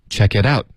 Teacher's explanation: check it out 重音不是 check 而是 out